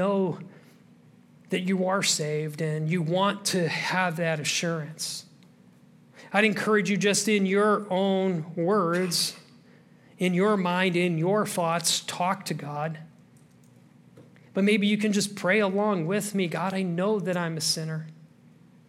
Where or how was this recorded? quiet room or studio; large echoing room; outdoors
large echoing room